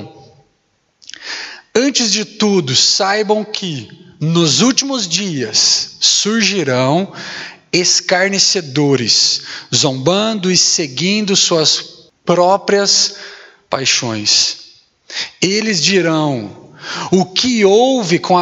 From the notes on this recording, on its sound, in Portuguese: Mensagem gravada na Igreja Batista Jardim Minesota